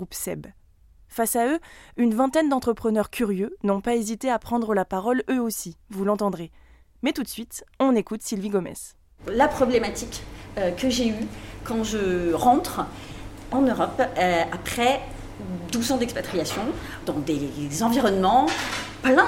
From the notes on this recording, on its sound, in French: Pour en parler, Sparklab a organisé sa première soirée Curiosity. Une table-ronde au Café Joyeux, à Lyon, a réuni trois intervenants venus partager leur expérience.